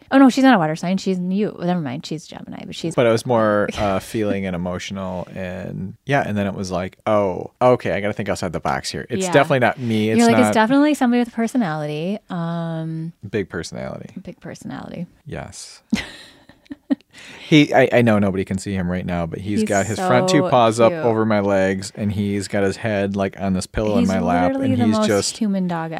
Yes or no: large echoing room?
no